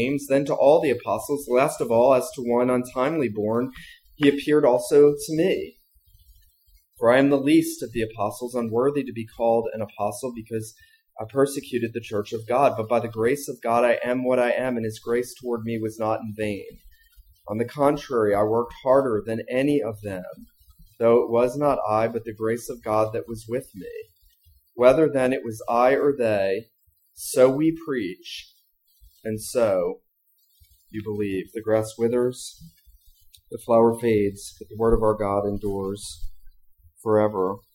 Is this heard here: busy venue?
no